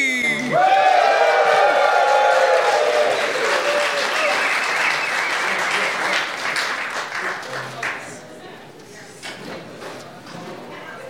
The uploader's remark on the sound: TMS live from Viva TMS Vegas 2023